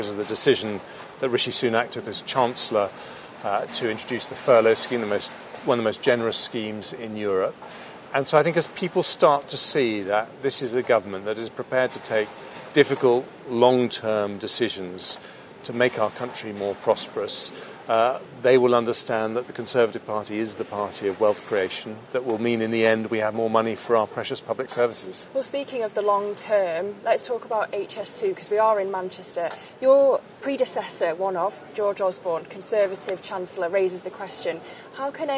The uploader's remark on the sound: on the sidelines of the Conservatives Party Conference in Manchester